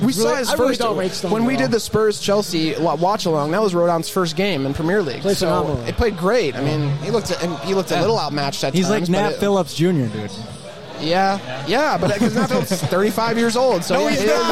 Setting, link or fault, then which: setting, busy venue